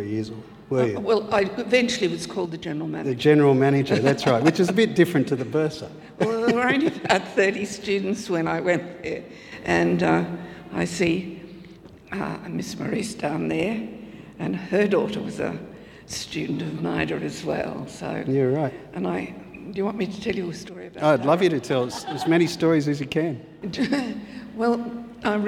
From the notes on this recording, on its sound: This was our first attempt at doing a podcast LIVE!! Whether I could keep the style of conversation going in front of an audience. It was great to feel the vibe in the Great Hall.